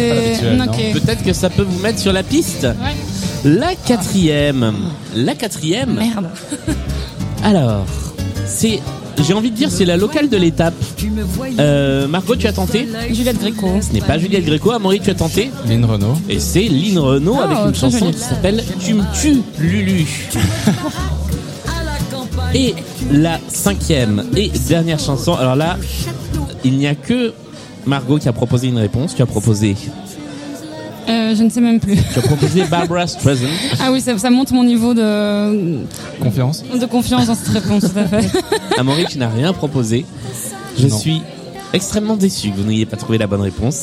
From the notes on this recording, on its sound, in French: Tout droit venus de Bruxelles, pour une partie enregistrée à Lille, au food court Grand Scène !